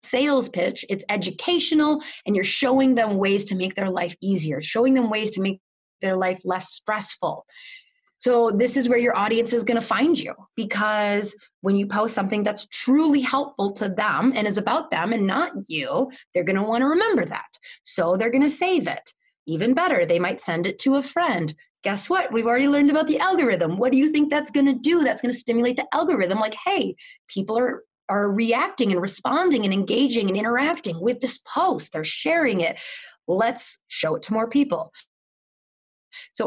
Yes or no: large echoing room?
no